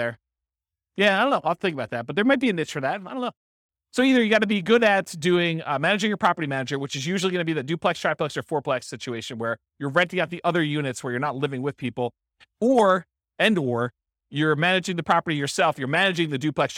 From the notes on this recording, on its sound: This was a live class recorded